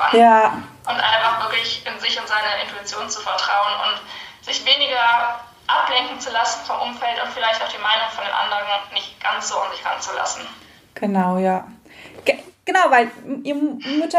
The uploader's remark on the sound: INSTA-LIVE. Live Talk.